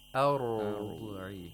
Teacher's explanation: In the word أرضعي، we have a ra which is sakin preceded by a letter with a fatha. As a result, we have tafkhim of ra. Ra is sakin.